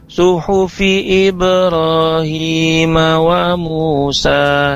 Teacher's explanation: Ibrahim yang panjang, hi-nya juga panjang dua harokat, mu-nya juga panjang, sa-nya juga panjang dua harokat, sama panjang dua harokat, jadi harus konsisten.